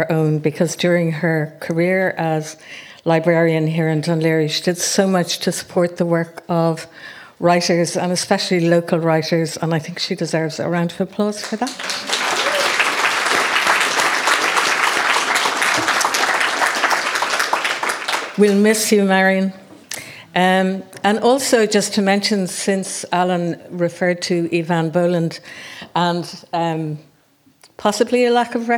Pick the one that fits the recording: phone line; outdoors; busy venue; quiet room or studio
busy venue